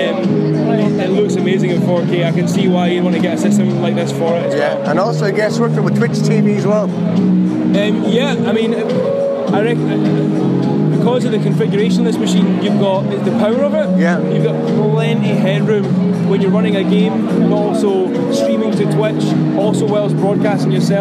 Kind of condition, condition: setting, busy venue